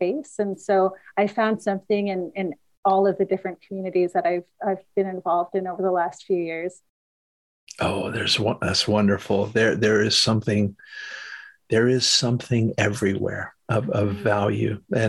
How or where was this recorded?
video call